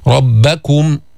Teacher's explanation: ربكم ضمة خالصة، كاف مضمومة مرققة، راء مفخمة مفتوحة